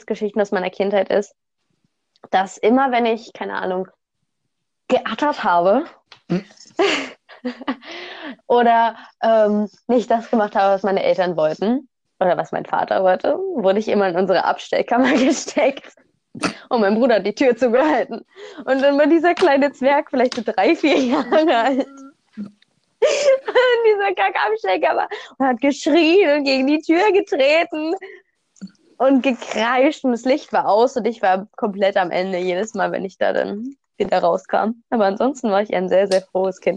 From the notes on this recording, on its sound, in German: tatsächlich einmal ohne technische Schwierigkeiten aber wie immer mit rotziger Internetverbindung